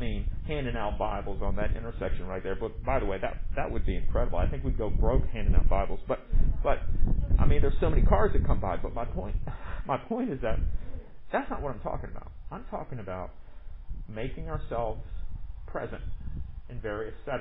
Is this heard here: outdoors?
yes